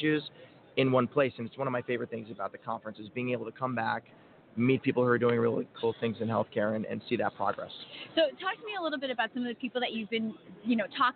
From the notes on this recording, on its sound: LIVE From #HIMSS17 Day Three. Health Information Management Systems Society (HIMSS) 2017 Annual Conference and Exhibution from the Orange County Convention Center in Orlando, Flo.